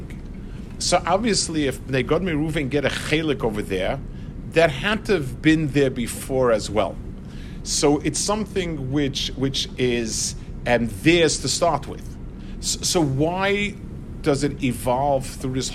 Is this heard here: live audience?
yes